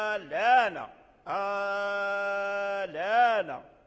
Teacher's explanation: المدة الأولى لا خلاف فيها أنها بالتوسط إنما الخلاف في المدة التي بعد اللام لانا.